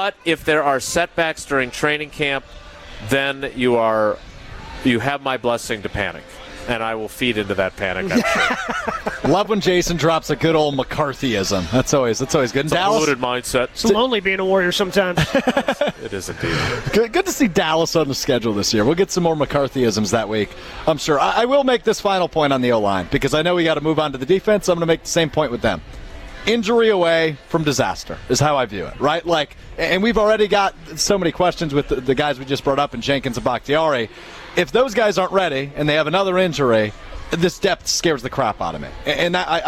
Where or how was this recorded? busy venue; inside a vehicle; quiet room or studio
busy venue